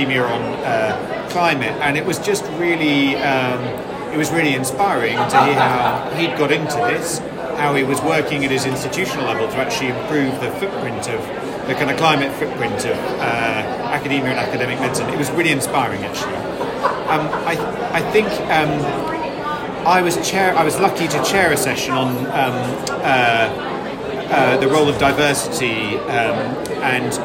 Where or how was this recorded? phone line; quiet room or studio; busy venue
busy venue